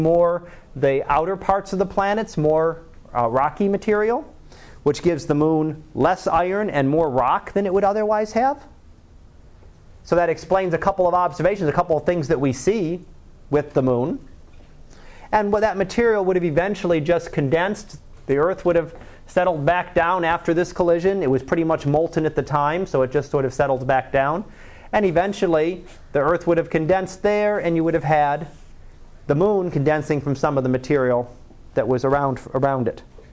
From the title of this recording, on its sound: Live Class Lecture